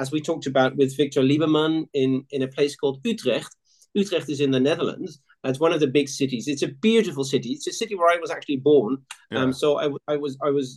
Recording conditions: video call